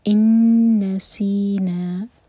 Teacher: نون کو ہولڈ کریں گے دو سیکنڈس